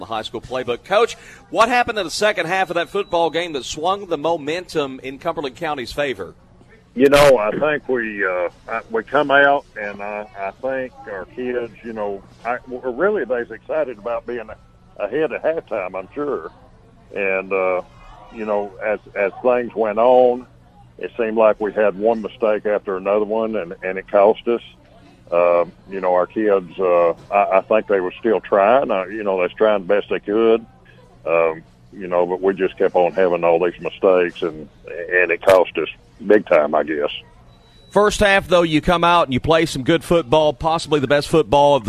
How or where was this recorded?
busy venue